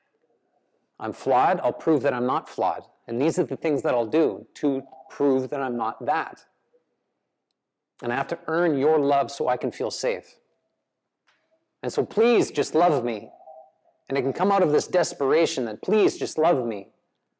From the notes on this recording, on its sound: The live recorded lecture took place before a yoga practice at Peace Retreat in Los Pargos, Costa Rica in January of 2022.